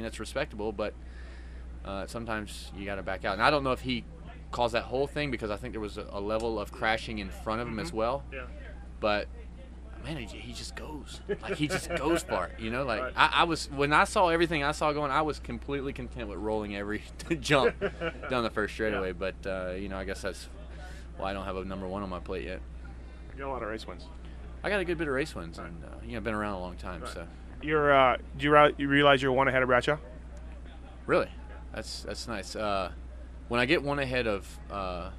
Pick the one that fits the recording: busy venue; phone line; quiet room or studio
busy venue